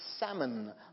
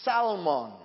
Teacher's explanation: S-A-L, you pronounce the L there phonetically. · Shown in: second take